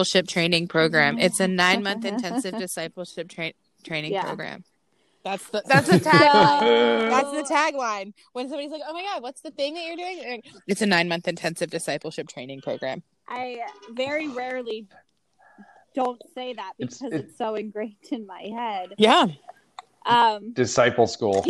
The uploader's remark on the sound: In this episode i have technical difficulties (again).